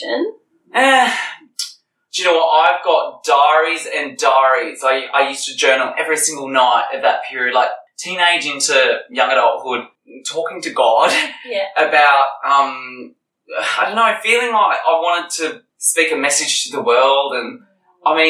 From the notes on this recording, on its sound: Apologies for the sound quality on this one guys, we recorded the ep in a hotel in Sydney and had a major technical fail, having to use the video sound as a backup instead.